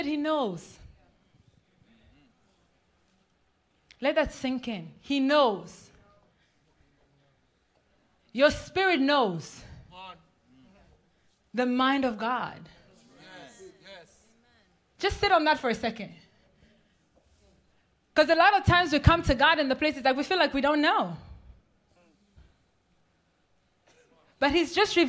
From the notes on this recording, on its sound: This message was recorded live